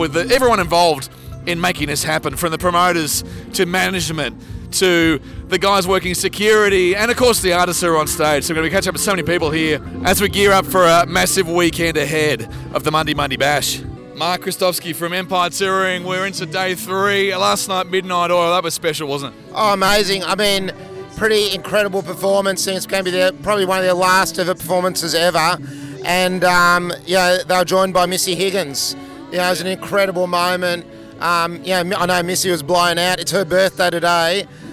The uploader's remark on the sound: we go behind the scenes at the Mundi Mundi Bash at Broken Hill and talk to everyone, from the managers, promoters, artists, caterers and security.